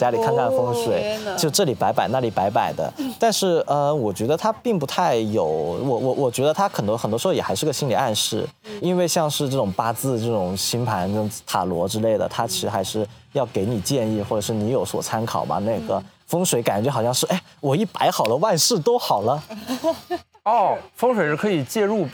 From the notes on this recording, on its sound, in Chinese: 深夜谈谈播客网络举办的首届「声量The Power of Voice」大型播客线下派对上。面对音轨对不齐、部分声音丢失等不可抗力。